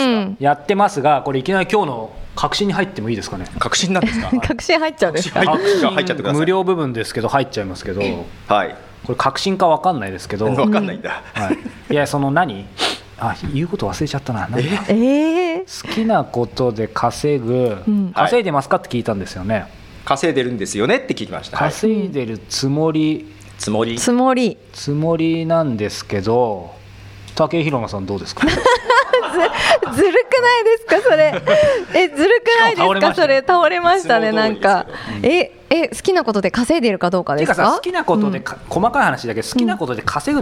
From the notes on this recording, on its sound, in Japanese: 初の公開収録、初のライブ配信。